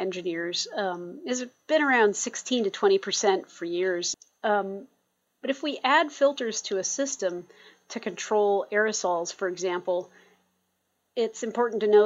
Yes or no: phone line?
no